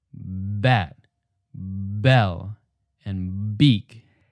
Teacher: Now say the words again, but this time exaggerate the B sound. Bat, bell, and beak. Can you feel the vibration? Those are your vocal cords revving up. Technically, we call this voicing.